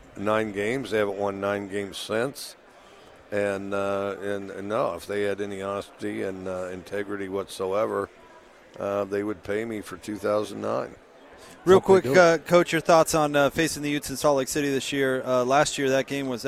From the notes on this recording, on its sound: at Pac-12 Media Day